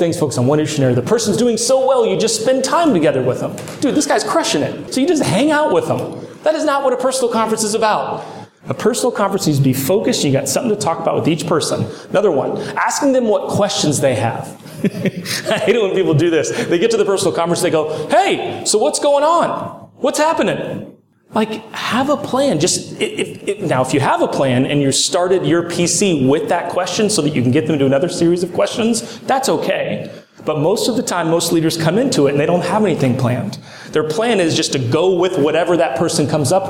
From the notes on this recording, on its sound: Straight from the stage of SWFC's 2021 Strategic Alignment Day